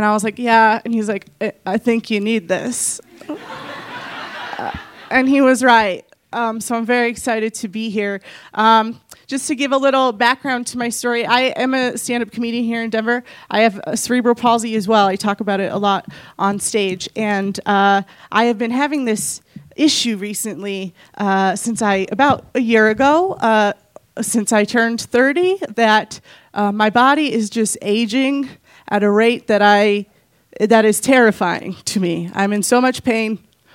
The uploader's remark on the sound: Each story that night was accompanied by sound painting, a.k.a. Told live on 21 March 2018 at Buntport Theater in Denver, Colorado.